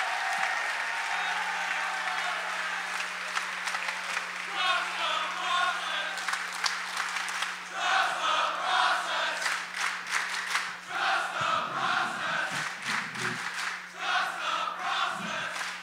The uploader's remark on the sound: Even if you don’t like live podcasts, this one is a must listen.